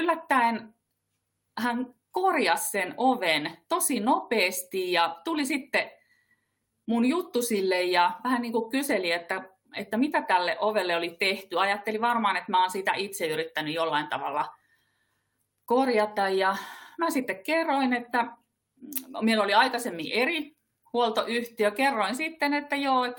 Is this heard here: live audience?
no